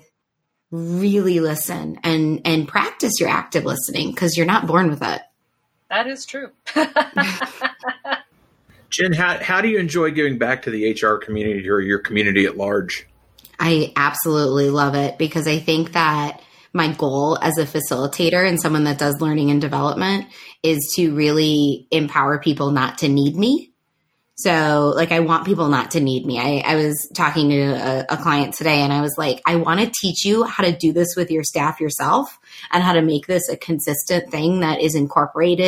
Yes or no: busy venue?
no